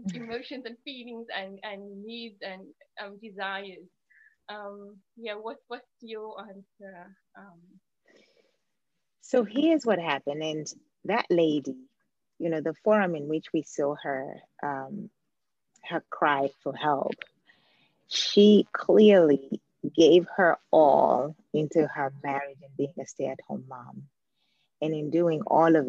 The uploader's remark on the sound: Apologies for the soft audio